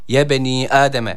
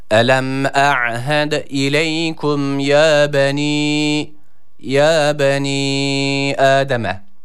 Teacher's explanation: burada bir elif miktarı uzatıyoruz y harfini · Shown in: second take